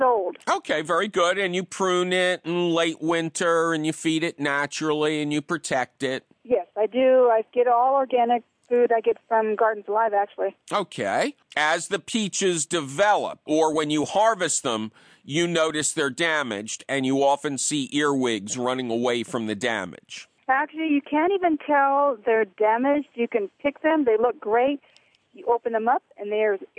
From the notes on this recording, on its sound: Your fabulous phone calls! Publisher: WHYY-FM.